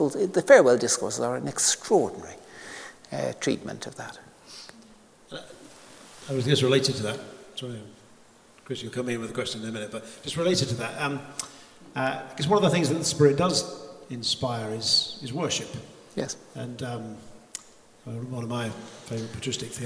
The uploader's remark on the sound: This lecture was recorded as part of the Generous Orthodoxy Lecture Series – a collaboration between St Mellitus College and the McDonald Agape Foundation.